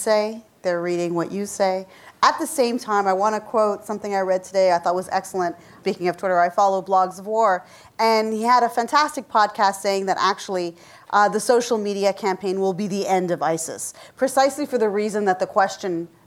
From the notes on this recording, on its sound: WGBH hosted a public panel discussion